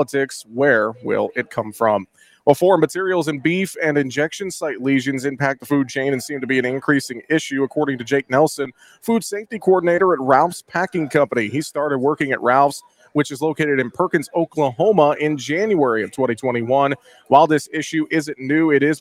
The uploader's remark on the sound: we broadcast live from Day 1 of Dakotafest in Mitchell, SD